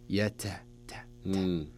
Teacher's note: التاء فيه جريان نفس، يجري فيه النفس. يا تاء تاء ولا يكون مبالغ فيها حتى لا يقترب من السين.